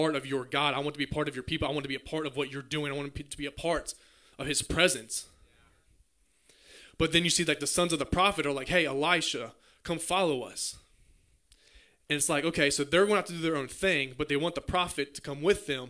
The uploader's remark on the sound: Message preached at Near Church in Bowing Green Kentucky.